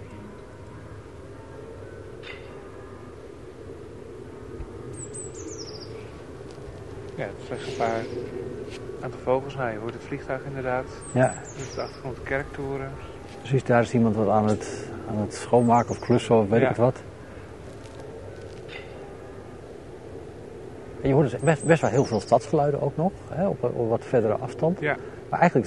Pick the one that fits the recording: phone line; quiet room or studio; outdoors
outdoors